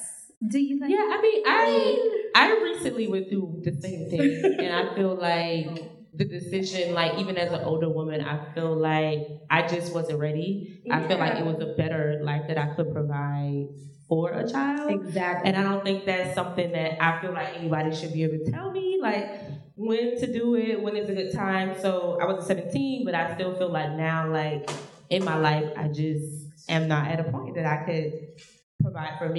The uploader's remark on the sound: a live taping of #CareFreeBlackGirl